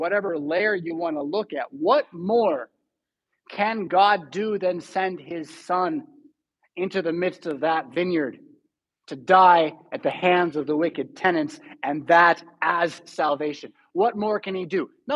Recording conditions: large echoing room